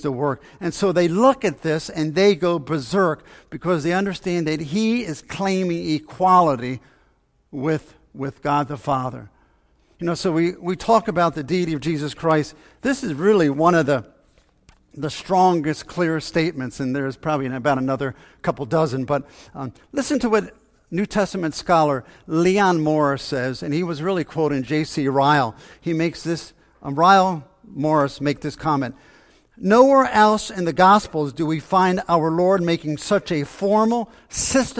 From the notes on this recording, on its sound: Faith Baptist Church in Hamilton, NJ.